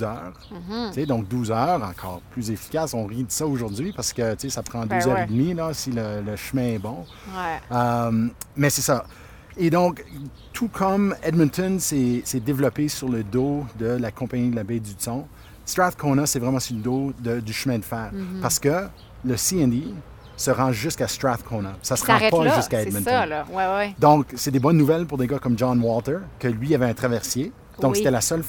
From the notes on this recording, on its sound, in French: Parcourent le « Vieux Strathcona », zone historique de l’ancienne ville du même nom, amalgamée à Edmonton en 1912. Autour d’un café à la brûlerie Ace Coffee Roasters (10055-80 ave). L’équipe se rend ensuite où tout a commencé, au coin de l’avenue Whyte et de la 103ème rue, emplacement des première et deuxième gares de train ainsi que du mythique Strathcona Hotel.